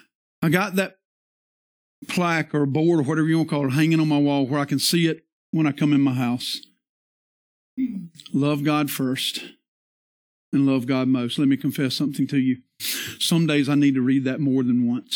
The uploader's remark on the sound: This is the sermon from our Worship Service on Christmas Day 2022.